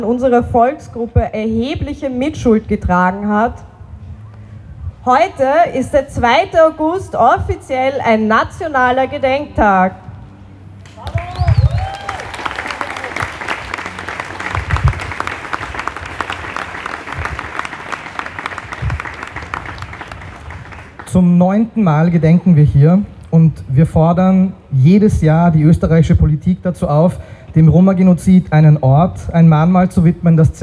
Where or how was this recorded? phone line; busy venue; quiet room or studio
busy venue